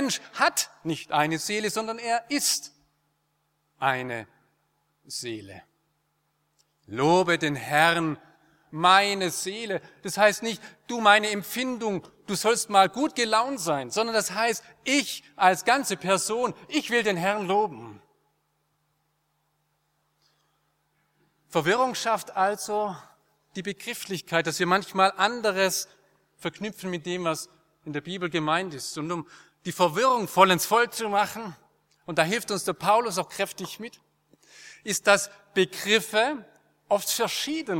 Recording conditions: large echoing room